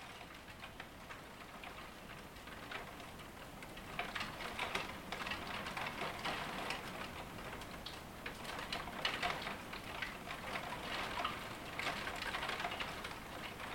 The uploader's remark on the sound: The patter of hail on an old farm roof.